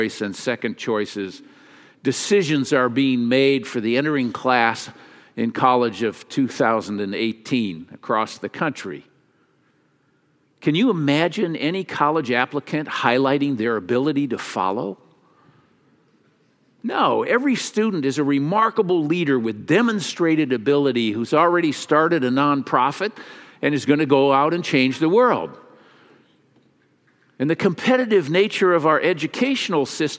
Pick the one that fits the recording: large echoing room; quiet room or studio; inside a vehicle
large echoing room